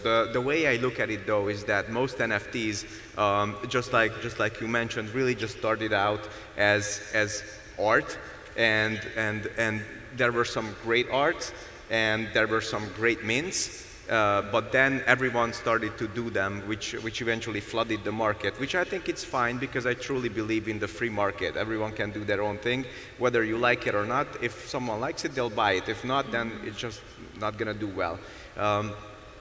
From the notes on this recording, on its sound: Panel Discussion at TMRW Conference Dubai.